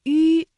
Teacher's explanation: 声带是震动的，软腭上升，关闭鼻腔通路 · Term: 舌面单韵母